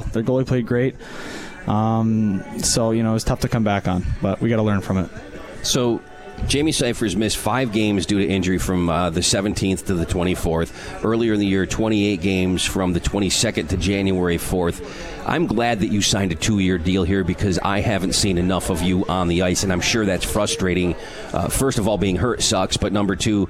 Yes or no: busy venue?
yes